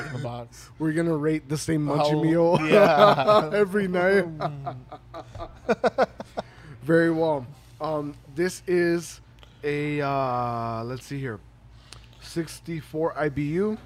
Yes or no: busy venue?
yes